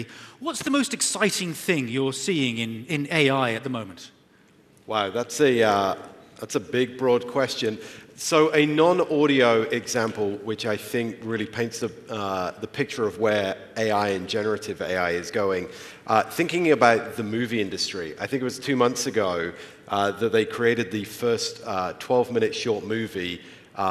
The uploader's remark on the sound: At this Radiodays Asia international conference on September 6. A panel of guest speakers.